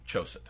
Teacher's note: Chosett has its accent on the first syllable, Cho, like John Cho of Harold and Kumar, and the second syllable is pronounced Sit.